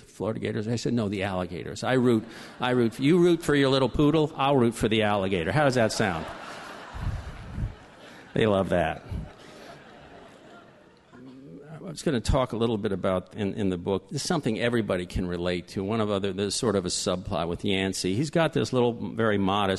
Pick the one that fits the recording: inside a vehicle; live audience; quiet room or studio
live audience